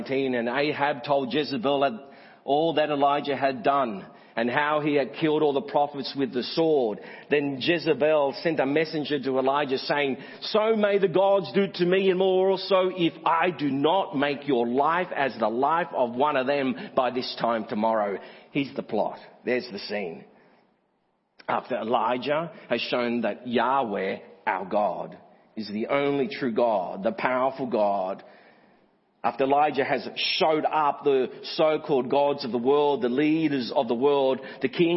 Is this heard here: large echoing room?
yes